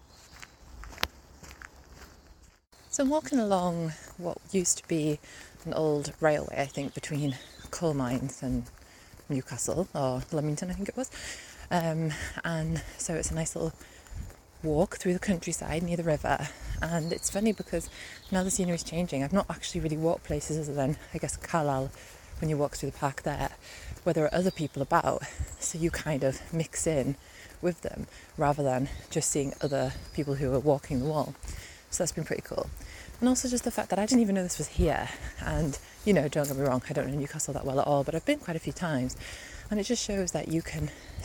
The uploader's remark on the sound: a series of voice notes that I recorded whilst walking the 84 mile-long Hadrian’s Wall route, from west to east over 5 days